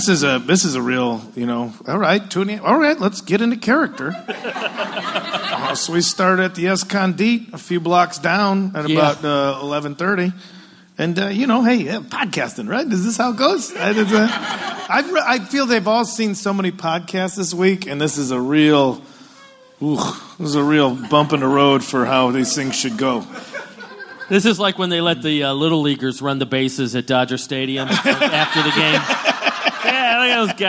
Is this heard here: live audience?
yes